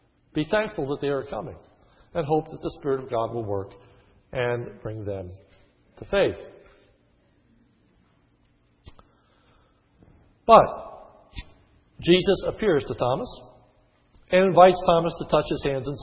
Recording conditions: large echoing room